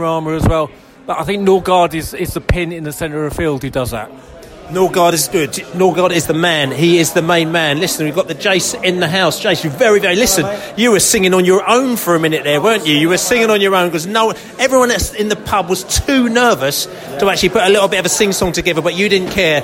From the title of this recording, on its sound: post-match podcast from the pub